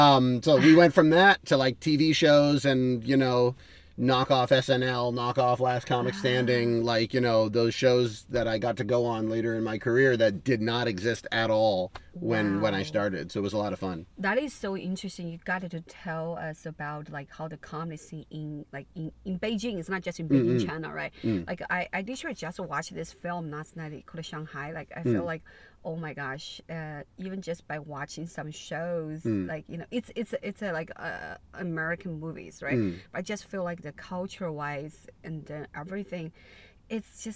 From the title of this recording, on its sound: Cat Jam In The Car